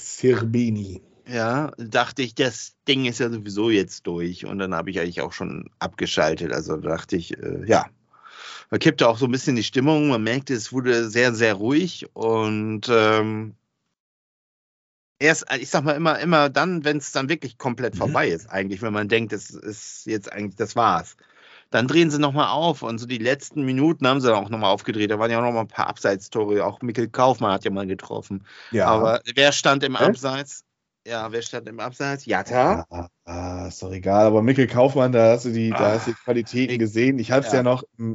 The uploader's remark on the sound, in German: Aufgezeichnet am 07.04.2022 via Skype